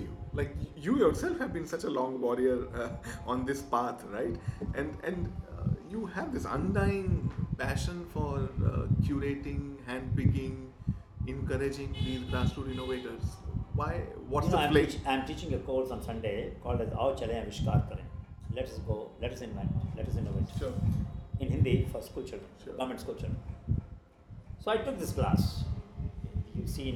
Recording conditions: background noise